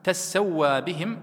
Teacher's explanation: وقرأ نافع وابن عامر تسوى بهم على أن أصله تتسوى فأدغمت التاء في السين